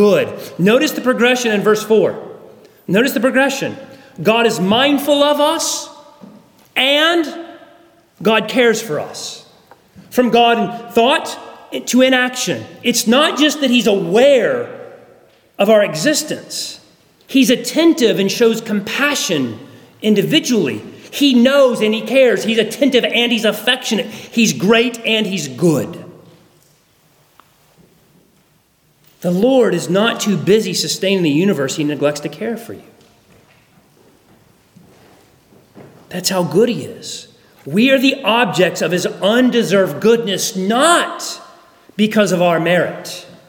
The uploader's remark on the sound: at Arlington Baptist Church in Arlington, Virginia